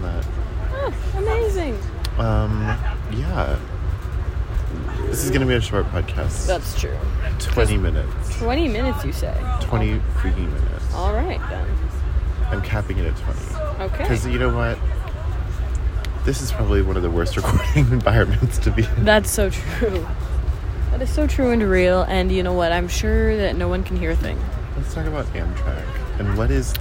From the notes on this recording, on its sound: We figured we would just record on the train because...